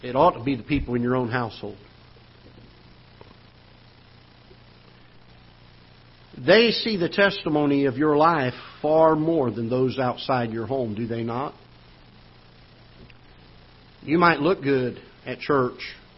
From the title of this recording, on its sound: Ketha Heights Baptist Church ~ Live Broadcast